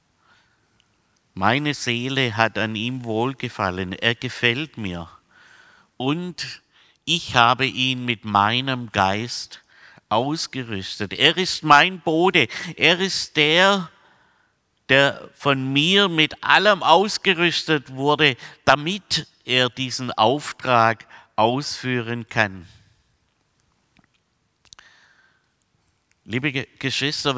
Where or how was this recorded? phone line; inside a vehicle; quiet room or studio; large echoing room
large echoing room